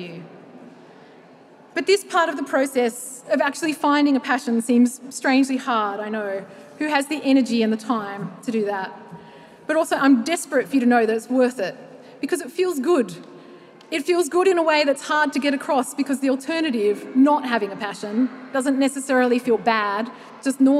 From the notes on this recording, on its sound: The Curiosity Lecture series returns to the Festival. This episode was recorded live at the 2023 Sydney Writers’ Festival.